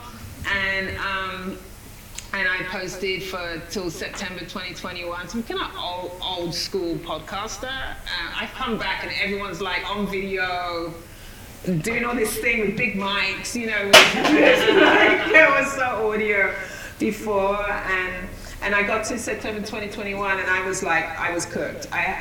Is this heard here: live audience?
yes